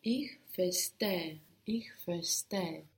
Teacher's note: S-T gives us Sht. Just as we got schl in schlafen, to sleep, we get an sh sound, st. Verstehen.